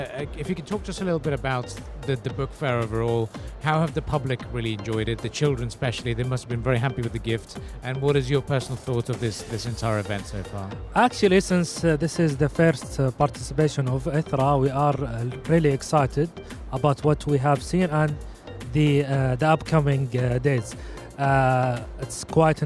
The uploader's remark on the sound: Live at SIBF 2023.